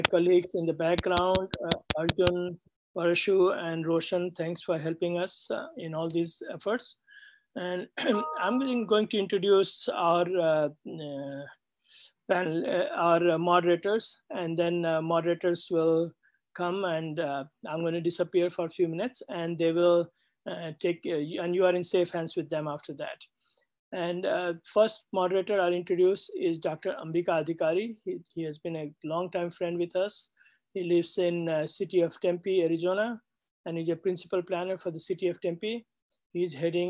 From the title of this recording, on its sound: IMPRI International Webinar